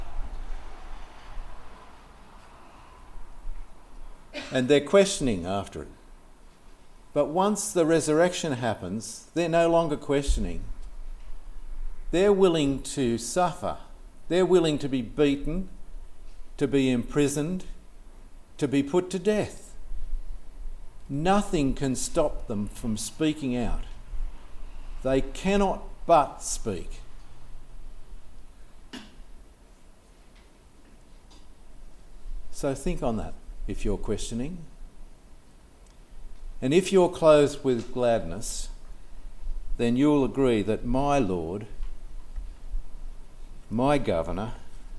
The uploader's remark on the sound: This sermon was preached on 14th January 2024 at all services of Helensburgh and Stanwell Park Anglican Church